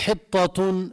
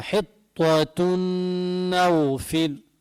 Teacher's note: طاء بعدها تاء، بضم تمي عند الطاء بفتحوا عند التاء